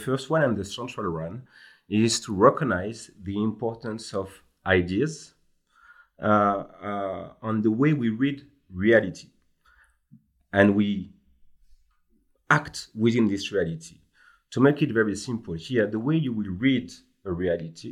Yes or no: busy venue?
no